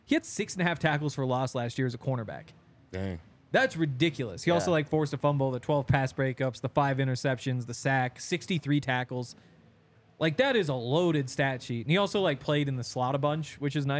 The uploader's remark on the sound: coming to you LIVE from the DNVR Bar